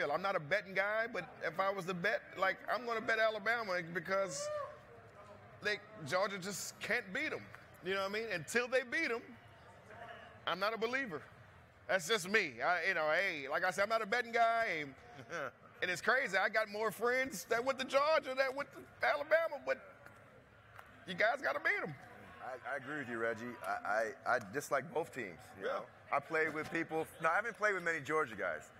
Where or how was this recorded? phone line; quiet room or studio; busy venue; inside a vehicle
busy venue